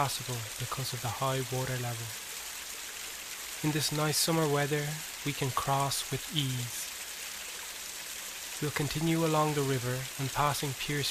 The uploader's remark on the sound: The River Dodder Soundwalk. A soundwalk of the River Dodder in South Dublin.